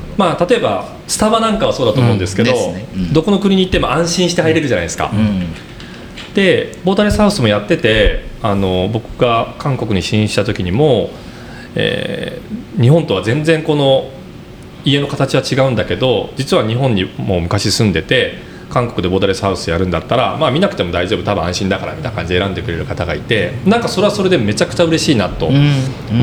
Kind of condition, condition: setting, busy venue